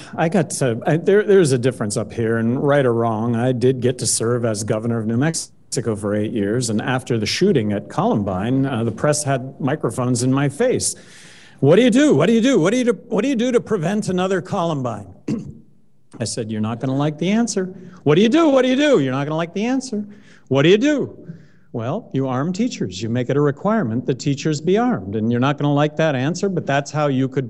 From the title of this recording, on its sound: LIVE POTUS Debate at the Libertarian Party Texas Convention